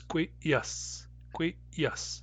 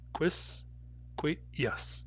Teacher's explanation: So the S becomes a hard Y. · Term: suffix hardening